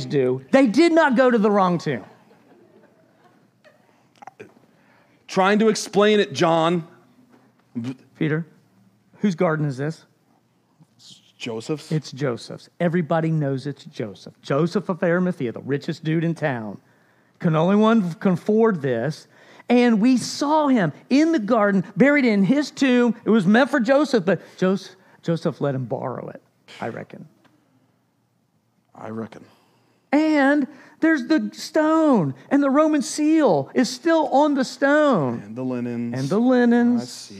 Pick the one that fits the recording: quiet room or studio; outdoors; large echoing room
large echoing room